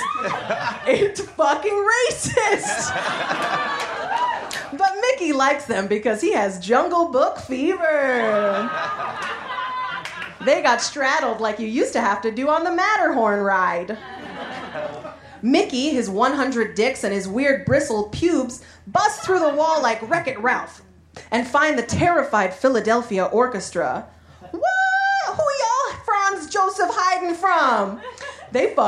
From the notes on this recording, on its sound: Recorded live at The Virgil in Los Angeles.